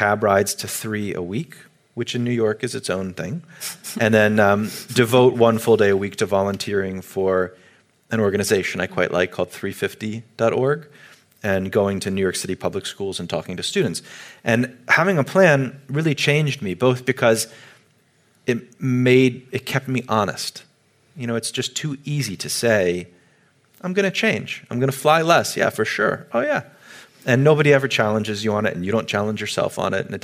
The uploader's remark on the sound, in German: Januar 2020 im "Kaufleuten" in Zürich aufgezeichnet.